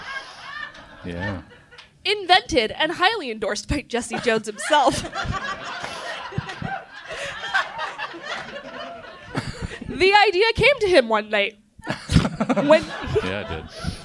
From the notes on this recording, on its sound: Live from the Crocker Art Museum’s ArtMix.